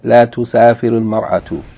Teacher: place the vowel kasr on the ra, because of iltiqa sakinain being followed by hamzatul wasl